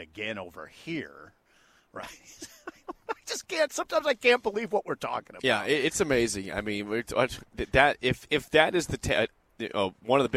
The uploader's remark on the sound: Live from Big Ten Media Day in Indianapolis. Coverage of 2022 B1G Media Days at Lucas Oil Stadium in Indianapolis.